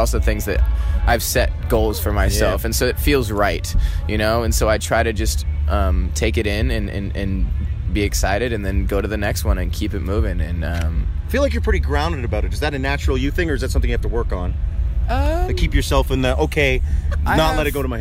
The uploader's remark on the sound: Live from Boots & Hearts. At Boots & Hearts 2018.